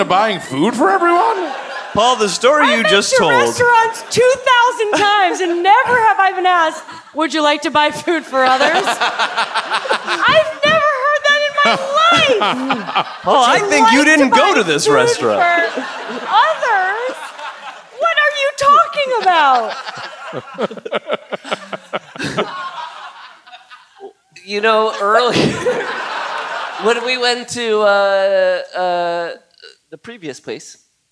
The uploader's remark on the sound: Recorded live at the Gramercy Theatre in NYC.